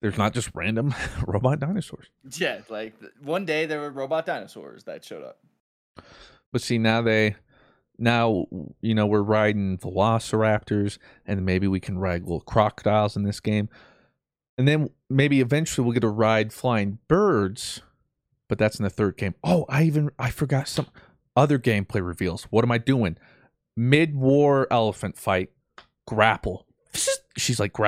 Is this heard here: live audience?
no